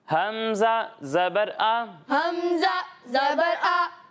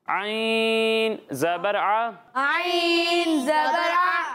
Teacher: جب ہم حمزہ کی ادائیگی کریں گے تو اسے حلق کے نیچے والے حصے سے ادا کریں گے، اور جب ہم عین کی ادائیگی کریں گے تو اسے حلق کے درمیان والے حصے سے ادا کریں گے